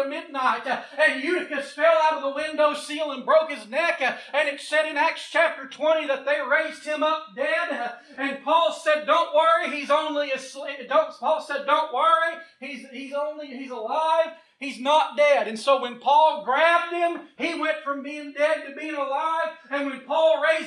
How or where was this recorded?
large echoing room